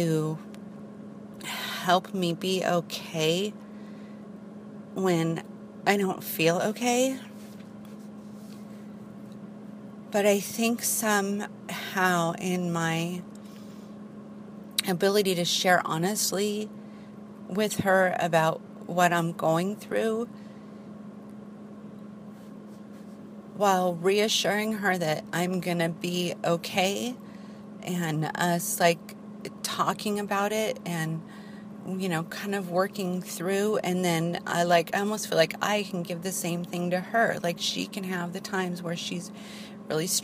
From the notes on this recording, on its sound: I drive around and record while visit Penryn.